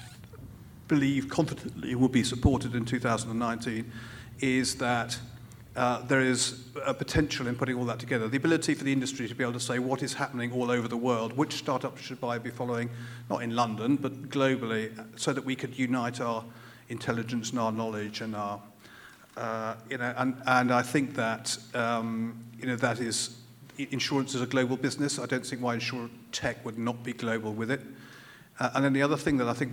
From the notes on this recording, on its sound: The InsTech London Partners on stage. Recorded live from the InsTech London evening session at The Steelyard.